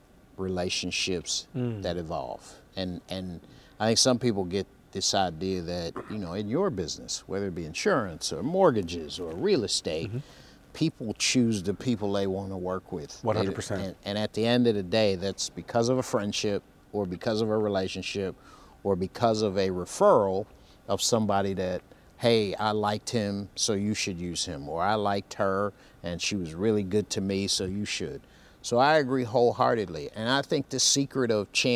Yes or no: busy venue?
yes